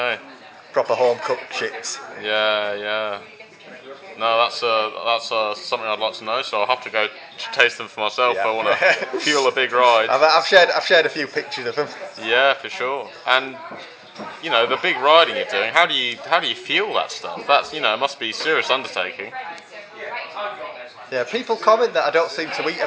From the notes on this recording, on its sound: Apologies for any background cafe noise.